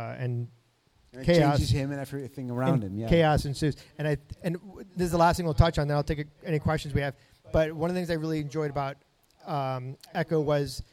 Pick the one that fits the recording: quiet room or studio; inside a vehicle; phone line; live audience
live audience